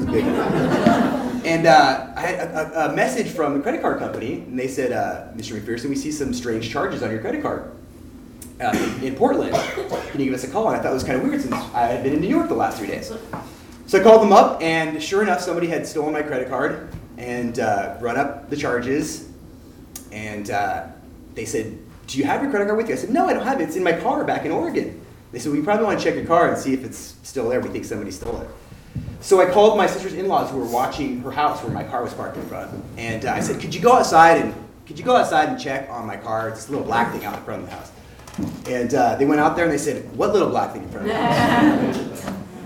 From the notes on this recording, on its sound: Urban Tellers is a live storytelling series in Portland, OR. Filmed live at Hipbone Studio.